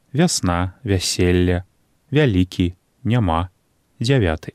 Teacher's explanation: Гук А і гук Э з адценнем А. Пры літаратурным вымаўленні ў першым складзе перад націскам пасля мяккага зычнага маем выразны, добра праяўлены гук А.